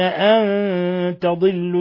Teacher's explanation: نون ساكنة جاء بعدها التاء إخفاء حقيقي